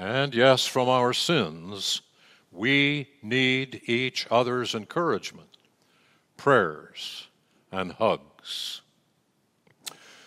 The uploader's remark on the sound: Message delivered during the Traditional Worship. San Marino Community Church.